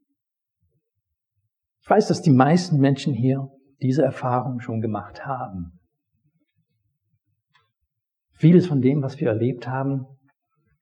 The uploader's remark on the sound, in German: Predigt aus dem Gottesdienst